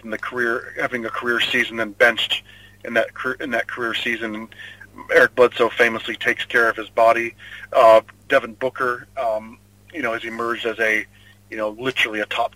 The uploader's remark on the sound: evening commute home through the streets of Sydney